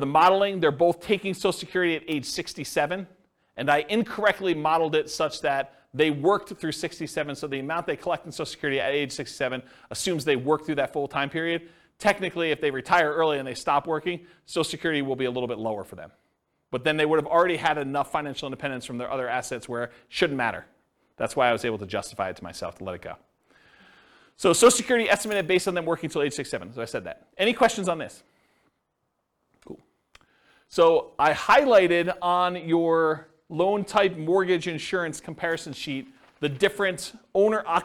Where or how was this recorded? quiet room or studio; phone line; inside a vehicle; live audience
live audience